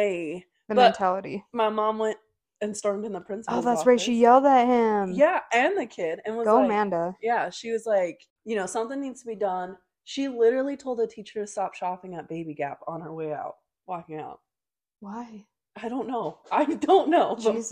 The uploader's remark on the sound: Our mics were not the best in this episode so we apologize in advance!